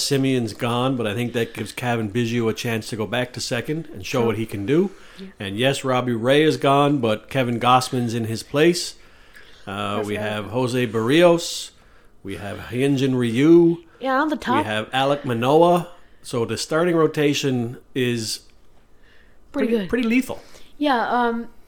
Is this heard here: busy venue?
no